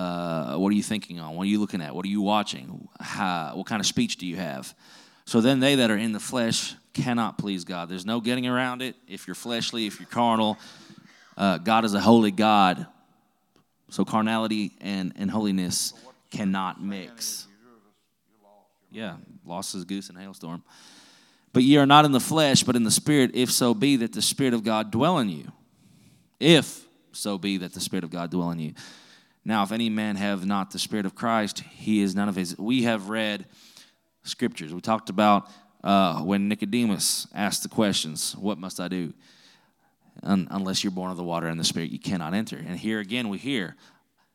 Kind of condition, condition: setting, large echoing room